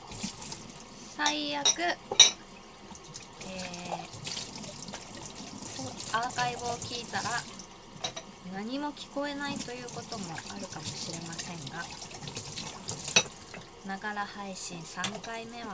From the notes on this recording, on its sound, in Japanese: 食器を洗いながら 体感より、音声が聞こえるwww。食器洗い。